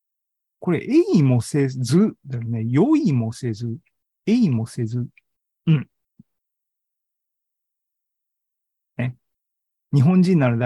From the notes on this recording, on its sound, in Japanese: ２０２２年１１月３０日に開催した ZOOMライブの模様です